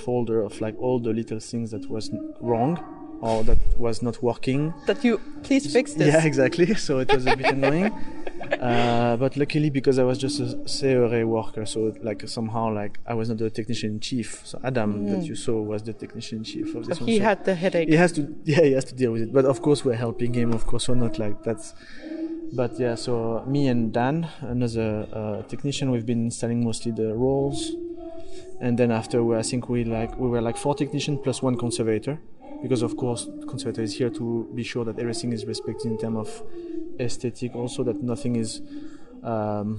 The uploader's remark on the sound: There was some electrical interference making noise on the recording, which I have cleaned and removed as much as I could without making our voices too strange. When we walk & talk through the exhibition the soundscape is fine and you can hear the sound of the artworks.